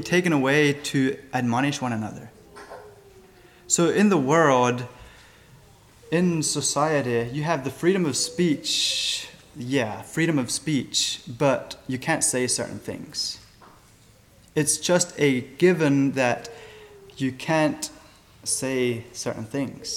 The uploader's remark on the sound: Sermon Recorded 11-26-23 at Millmont Mennonite Church